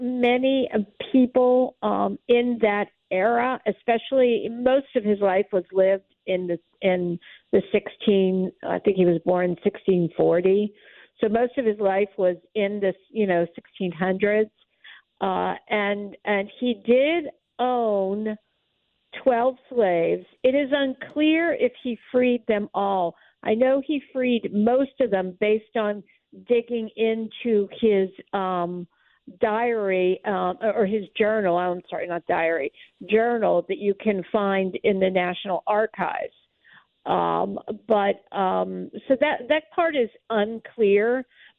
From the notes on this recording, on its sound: Calls in to share the latest update.